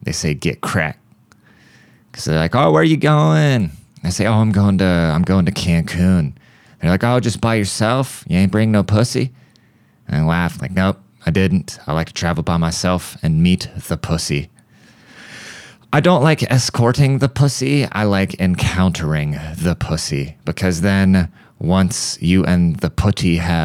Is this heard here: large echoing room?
no